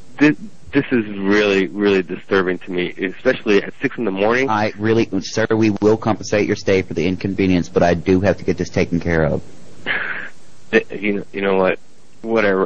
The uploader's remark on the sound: Prank Phone Calls